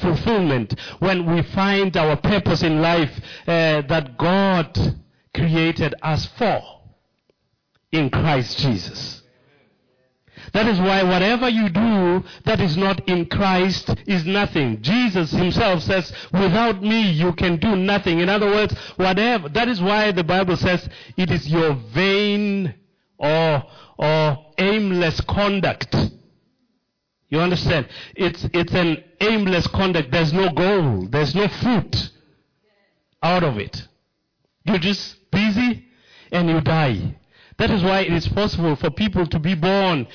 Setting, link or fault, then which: setting, large echoing room